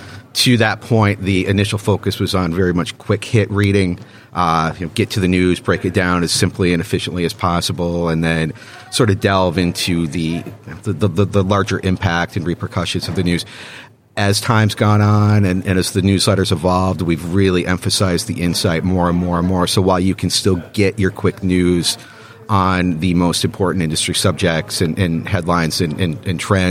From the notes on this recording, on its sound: interview live from the NRF Big Show